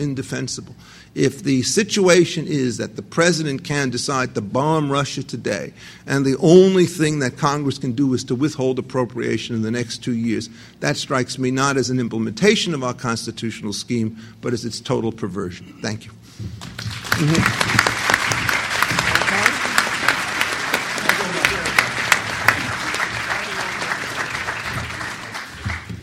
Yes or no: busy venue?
yes